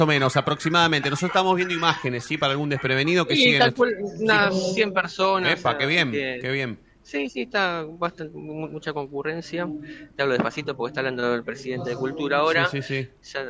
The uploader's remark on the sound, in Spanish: móvil en vivo desde la Sede Avellaneda